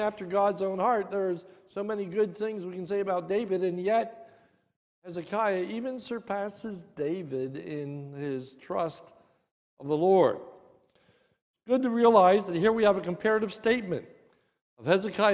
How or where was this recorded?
large echoing room